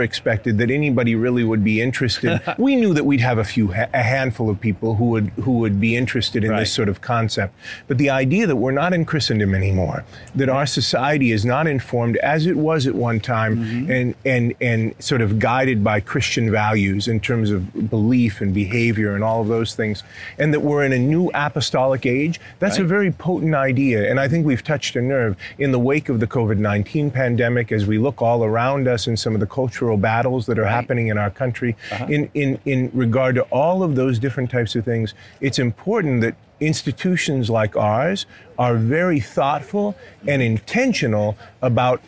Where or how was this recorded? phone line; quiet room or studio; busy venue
busy venue